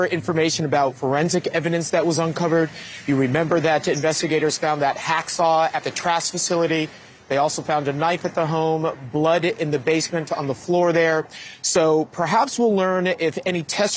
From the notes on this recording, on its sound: reports live from the incident scene.